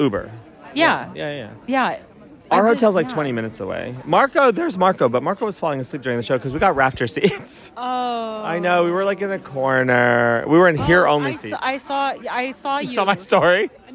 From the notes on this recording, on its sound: AMSTERDAM 1 POSTSHOW. Bringing you lovely tour people from far and wide outside the Royal Carre.